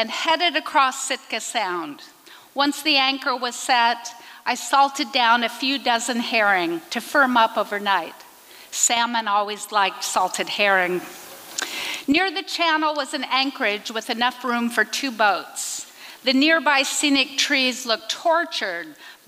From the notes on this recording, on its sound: recorded at the Liberty Theatre in Astoria, OR